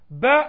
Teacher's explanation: باء it comes from your lips.